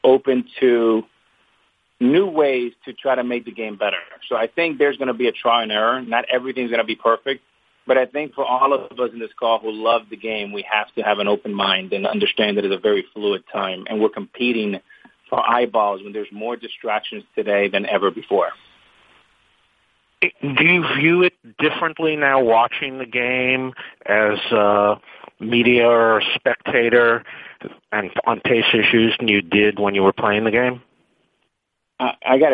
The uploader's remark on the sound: Sunday Night Baseball Conference Call